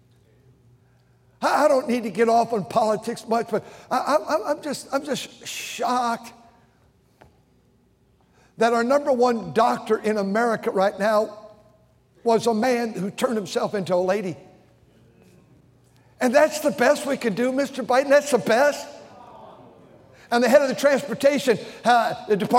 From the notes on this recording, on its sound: during the Sunday Morning service of the 38th Annual National Pastors' & Workers' Conference in Santa Clara, California